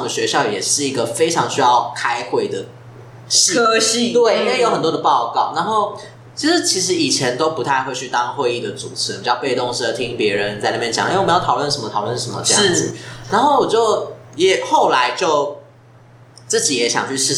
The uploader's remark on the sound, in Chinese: 本集是由我們北部的志工團隊錄製。在錄音品質部分……下次會再改進XD。